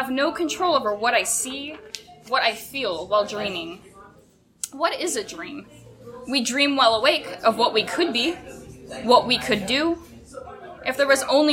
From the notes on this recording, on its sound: (from Seattle). We had a full, lovely house for this show, and a bunch of our great friends in the Pacific Northwest came out to share their pieces. There's a little bit of crowd noise here (we were sharing a coffee house with students studying for finals).